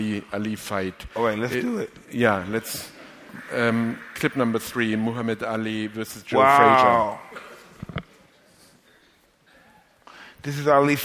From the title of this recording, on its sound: LIVE From the NYPL